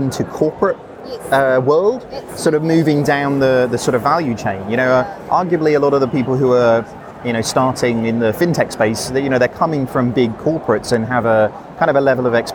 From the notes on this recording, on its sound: Live from Xerocon.